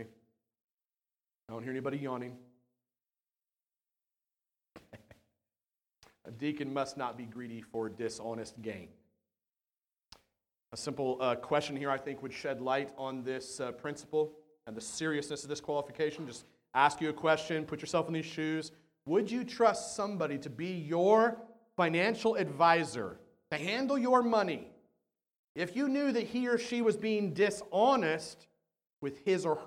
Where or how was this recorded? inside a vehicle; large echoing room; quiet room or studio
large echoing room